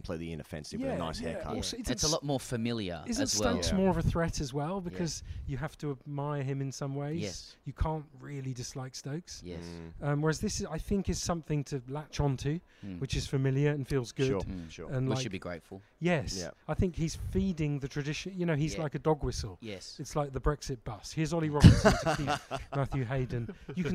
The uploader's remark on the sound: We record this from The Oval in south London the day before The Lord's Test match.